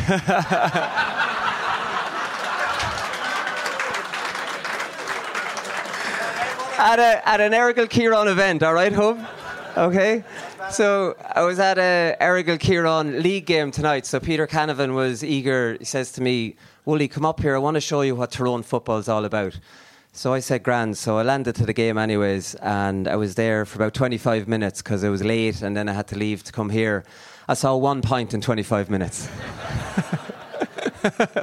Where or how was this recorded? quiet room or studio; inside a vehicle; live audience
live audience